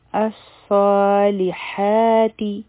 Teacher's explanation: لام به یو حرکه وایو، ح به د حلق نه وایو او دا به هم دوه حرکه اوږدوو ځکه چې دا حرفي مده دی